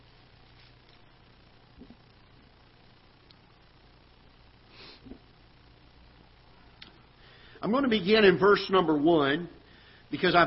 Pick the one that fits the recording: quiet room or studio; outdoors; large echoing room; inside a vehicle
large echoing room